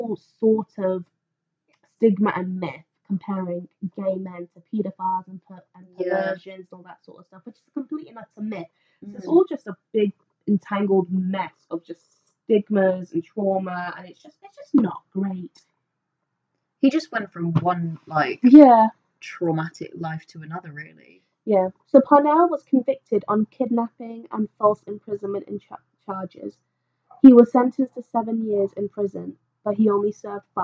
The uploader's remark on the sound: With even worse sound quality!